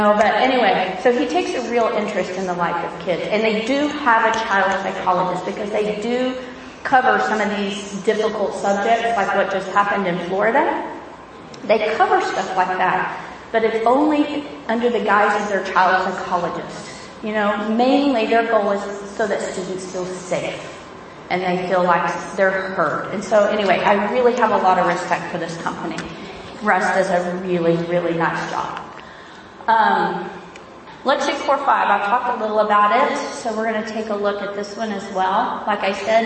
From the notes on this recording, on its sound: This is a recording of a presentation. At the 2016 iPadPalooza Conference in Austin, Texas.